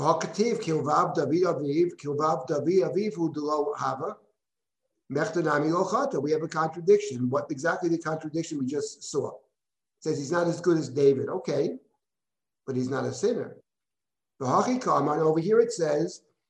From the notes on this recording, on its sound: This audio was originally captured from Zoom